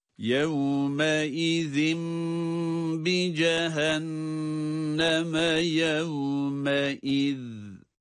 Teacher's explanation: Bu yevme izinde her ikisinde de zal harfleri ince olarak ve peltek olarak okunacaktır.